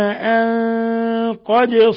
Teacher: نون ساكنة جاء بعدها القاف إخفاء حقيقي، قد قلقلة الدال تقدم نظائرها لأنها من حروف قطب جد حروف المقلقلة.